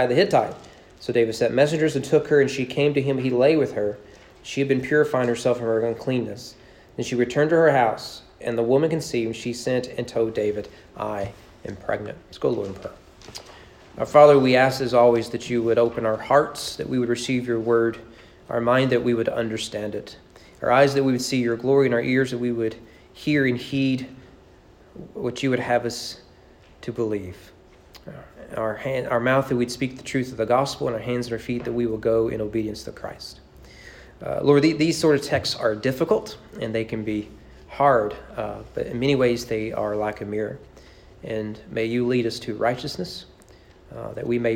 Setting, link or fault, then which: setting, large echoing room